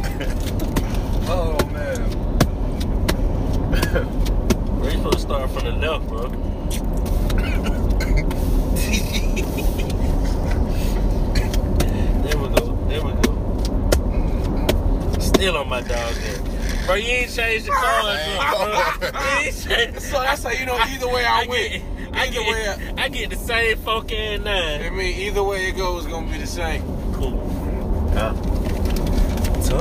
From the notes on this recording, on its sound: This time around we press record in the car. Right outside of Montgomery, AL headed to Pensacola, FL.